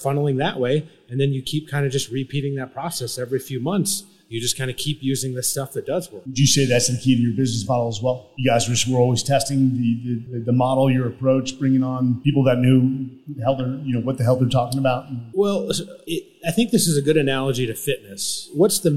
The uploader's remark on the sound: This episode was recorded in front of a live audience at Whiskey Tango Foxtrot in Austin, Texas.